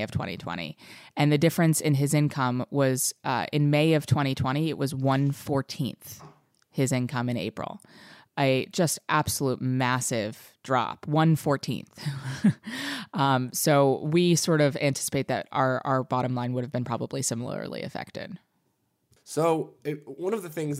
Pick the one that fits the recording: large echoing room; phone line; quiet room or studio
quiet room or studio